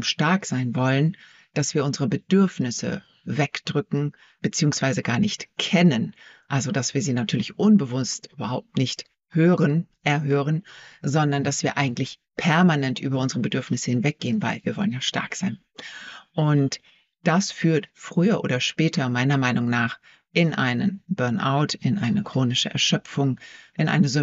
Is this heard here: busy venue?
no